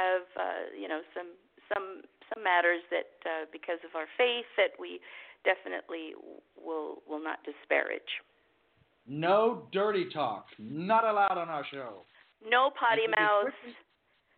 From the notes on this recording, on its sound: Live from Anguilla. A live call-in show with interviews.